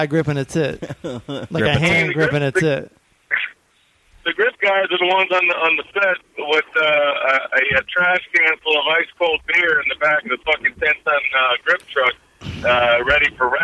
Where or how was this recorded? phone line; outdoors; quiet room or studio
phone line